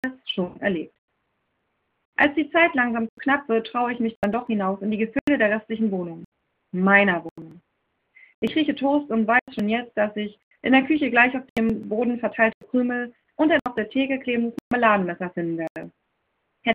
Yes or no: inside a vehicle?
no